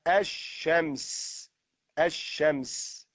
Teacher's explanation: لو أدخلنا عليها الألف واللام وقلنا الشمس الشمس ونقف هكذا، لو كتبنا الشمس بالرسم الإملائي ألف لام شين ميم سين، ألف لام الشمس، إذا نحن ننطق ألفا بعدها شين مشددة، مع أننا كتبنا في الرسم الإملائي ألف لام.